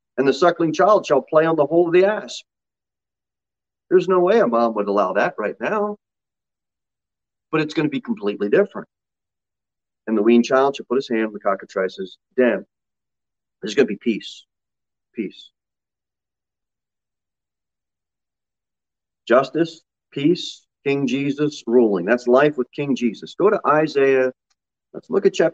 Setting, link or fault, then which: setting, large echoing room